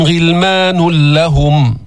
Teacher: ويطوف عليهم غلمان لهم، إدغام بدون غنة، غلمان لهم، ما في نون دخلت في اللام، لام مشددة